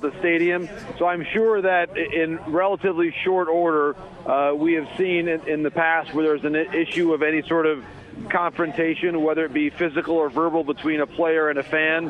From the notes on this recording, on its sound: from the Final Four in Houston as he broadcasts from radio row at the college hoops event